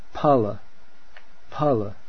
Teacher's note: Okay, now the voiceless aspirate. This is not like f, not pronounced like the f, like phone, but it's just an aspirated p, p. The word that means fruit, pala, pala.